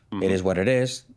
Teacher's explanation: Ellos no se dan cuenta de que hacen la T como una re suave, no se dan cuenta de que dicen what is it o eres what it is.